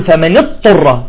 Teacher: إذن اضطر، جاءت الضاد ساكنة وبعدها الطاء، والطاء من حروف الإطباق، تمام. بعضهم يقول فمن اضطر بفوت مباشرة على الطاء، وهذا خطأ، وكثيرا ما نسمعه يقول فمن يضطر.